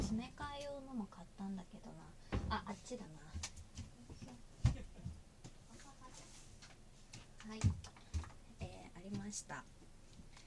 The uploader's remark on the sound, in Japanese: 食器を洗いながら 体感より、音声が聞こえるwww。食器洗い。